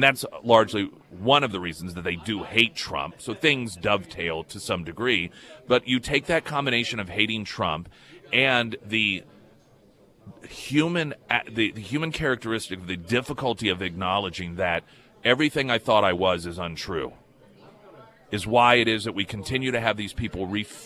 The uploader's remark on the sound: live at Scramblers Diner